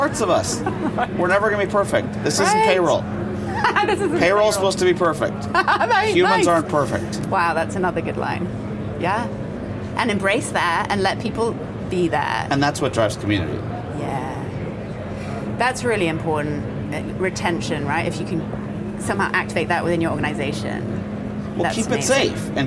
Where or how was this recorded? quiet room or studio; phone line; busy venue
busy venue